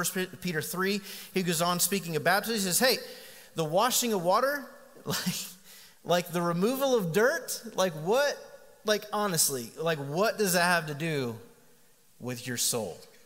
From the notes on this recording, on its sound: Recorded live on September 22, 2019. Sermon series at The Fellowship.